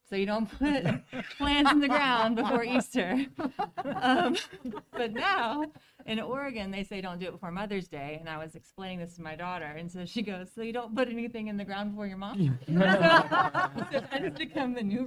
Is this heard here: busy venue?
yes